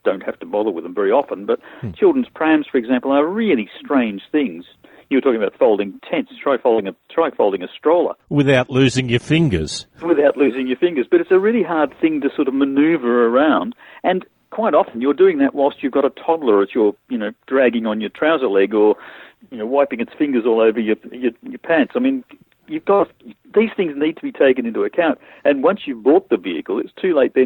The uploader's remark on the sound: A listener called in and asked about buying an SUV. He joins us on the line.